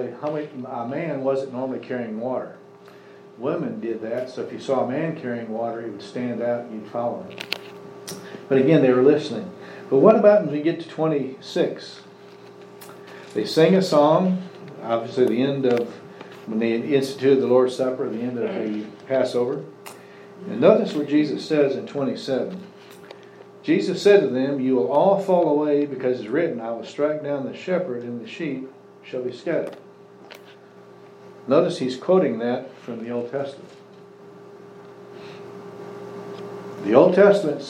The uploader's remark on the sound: Services have resumed with Social Distancing in place, so we have returned to live recordings. Sunday Sermon.